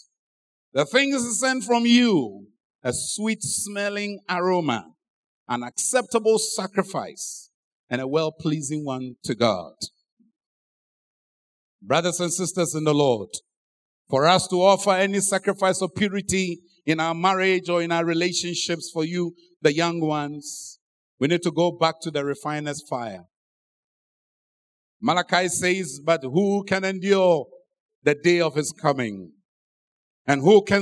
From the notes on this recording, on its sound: Sermon preached at Adabraka Campus